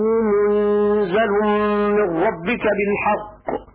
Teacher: بسكون النون وتخفيف الزاي من الإنزال. وقرأ حفص: يعلمون أنه منزل.